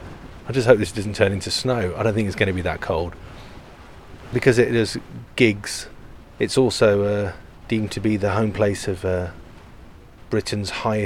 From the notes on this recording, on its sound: Britain's Highest Pub. I’m taking some solace from being in a metal carapace and not a tent. The wind is howling outside. Tonight I will either sleep or stare into the dark with a fevered wind as my soundtrack.